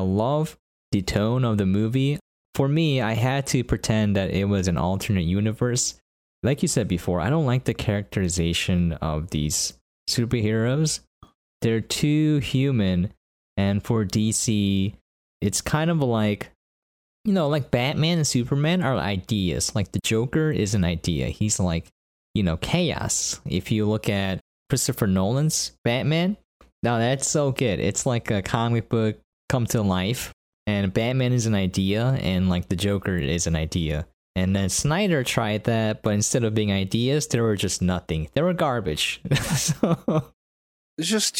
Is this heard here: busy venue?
no